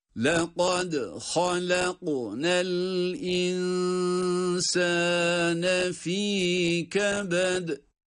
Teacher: Hem lekad derken dalda, hem halakna derken gafta, cezim olması itibariyle galgale sıfatlarını uyguluyoruz.